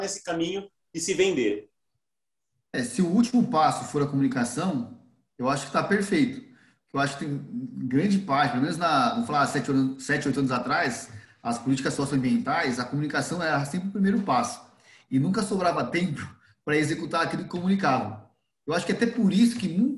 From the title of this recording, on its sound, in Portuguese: Áudio Webinar